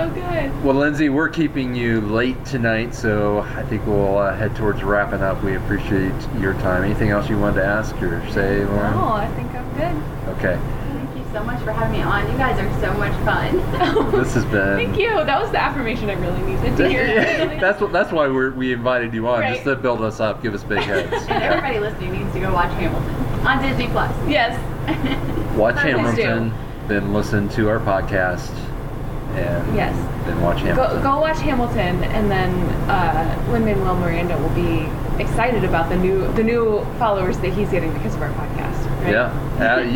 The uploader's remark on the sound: On location. There are some sound issues with the background.